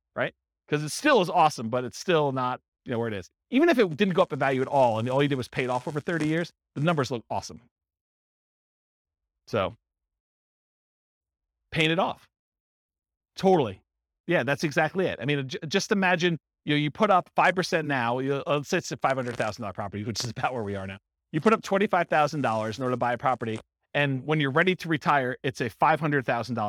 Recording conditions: live audience